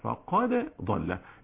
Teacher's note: انما في قراءه حفص فقد هكذا بالاظهار فقد ضل